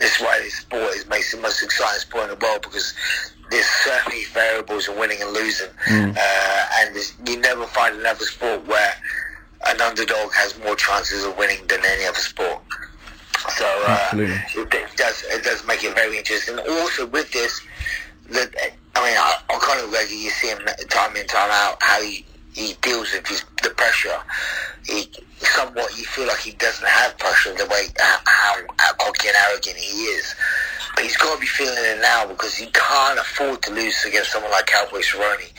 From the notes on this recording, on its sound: on the phone